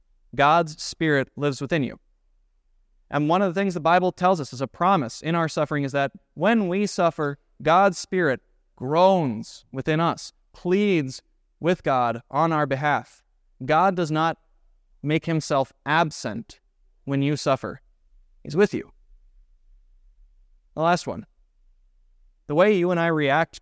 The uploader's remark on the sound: was preached at Grace of God Lutheran Church